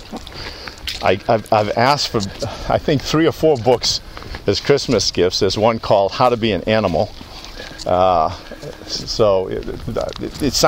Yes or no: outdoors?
yes